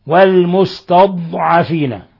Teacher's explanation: نظهر الاستطالة في حرف الضاد لأن الضاد تخرج من الحافة اليمنى أو اليسرى مع ما يليها من الأضراس العليا